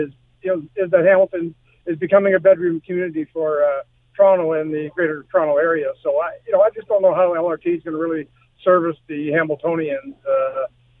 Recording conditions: phone line